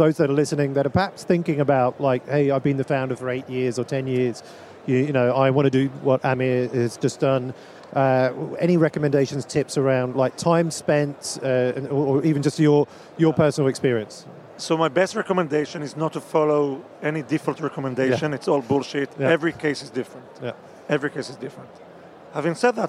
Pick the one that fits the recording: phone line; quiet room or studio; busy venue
busy venue